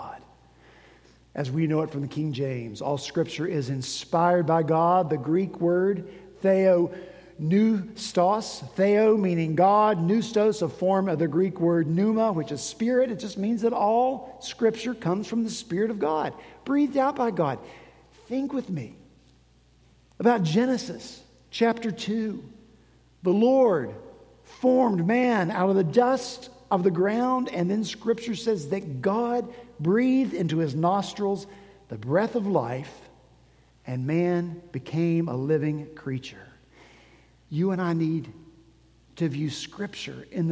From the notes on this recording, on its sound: At Redeemer Presbyterian Church in Charleston, SC